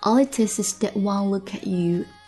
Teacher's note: look at 可以连读，然后 at 跟 you 其实可以同化